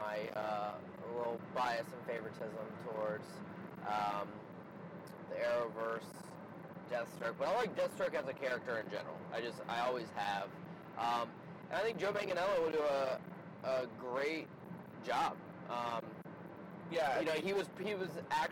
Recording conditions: inside a vehicle